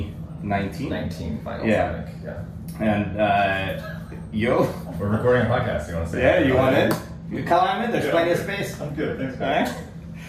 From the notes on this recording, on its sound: Live from DEF CON 31 CTF. Throughout this episode we talk about the CTF as we’re experiencing it (from a hot tub?!?!). Unfortunately the sound on the interviews during the CTF after party is not the best, but that’s how recording in a closet in the middle of a party goes!